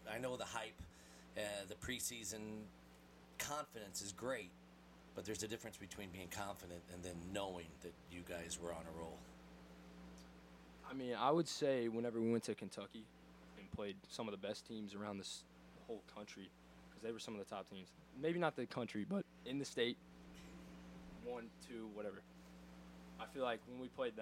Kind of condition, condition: fault, uneven or low level